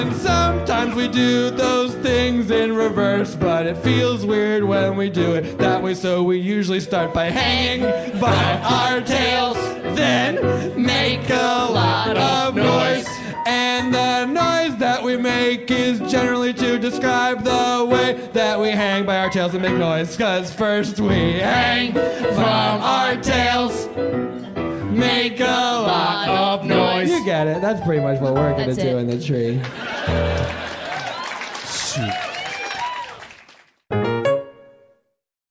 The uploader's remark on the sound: Live from Vancouver